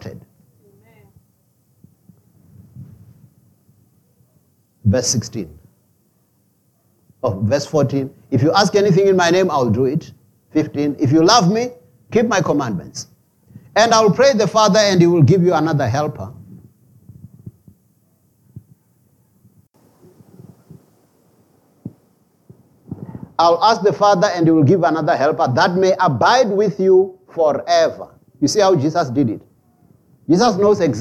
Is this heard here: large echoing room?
yes